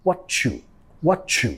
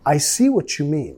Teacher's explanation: vamos a vincular metiendo sonido ch, ch, what you, what you.